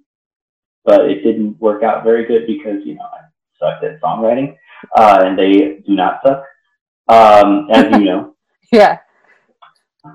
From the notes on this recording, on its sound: I do apologize for the sound quality of this conversation. It’s not the best, but still works.